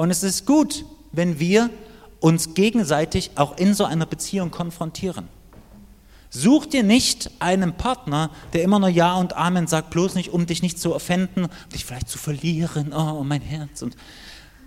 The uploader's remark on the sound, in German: Die Predigt ist aus dem Gottesdienst vom 7.